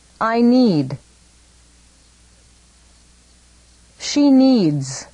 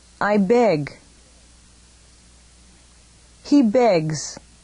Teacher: When a verb ends in the voiced consonant b, d, g, v, th, ol, or er, pronounce S as z, as in zoo · Term: voiced consonants